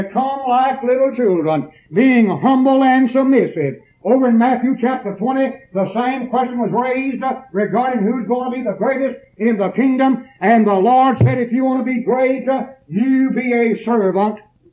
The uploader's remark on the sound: preached this sermon at East Columbus church of Christ on September 9th, 1981.